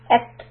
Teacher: So ta has a sukoon, we do hams. We push the air out.